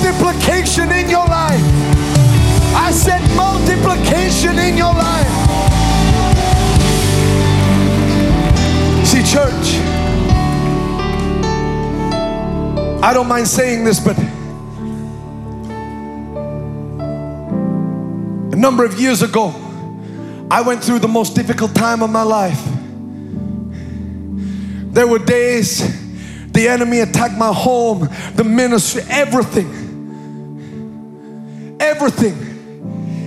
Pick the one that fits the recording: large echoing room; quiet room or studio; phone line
large echoing room